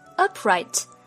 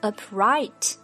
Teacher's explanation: 注意 upright.重音在第一个音节，而不是 upright. · Shown in: first take